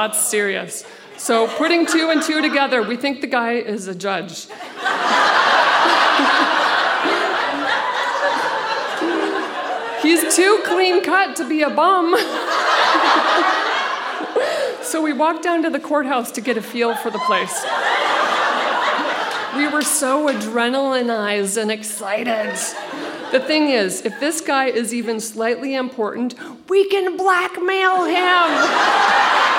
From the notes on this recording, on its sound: Recorded live at the Victoria Event Centre in Victoria, BC.